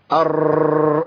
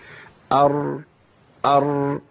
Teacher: اللي بيخلي التكرير يشتغل معايا انه بيخش باندفاع على المخرج · Shown in: first take